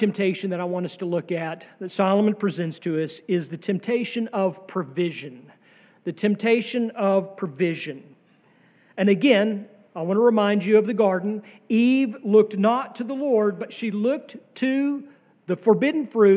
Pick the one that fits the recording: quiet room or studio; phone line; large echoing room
large echoing room